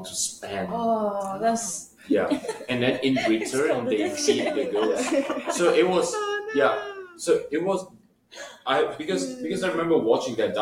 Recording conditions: poor microphone